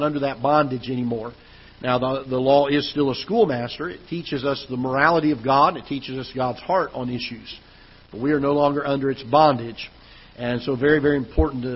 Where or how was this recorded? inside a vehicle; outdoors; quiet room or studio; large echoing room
large echoing room